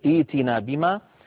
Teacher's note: أيضا يا صالح ائتنا بما تعيدنا، عند البدء بها تصير ائتنا، ثم نحول الهمزة الساكنة إلى ياء فتصير إيتنا بما.